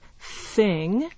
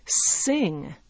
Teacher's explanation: So a word like thing, a French speaker might pronounce it as sing. Okay, they'll put an S there because they don't have the TH sound in their language · Shown in: second take